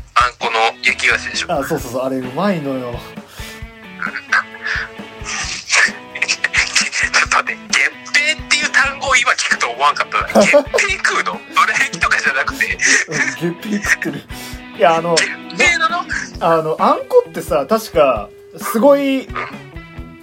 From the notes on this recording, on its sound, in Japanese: 録音機材：iPhone7。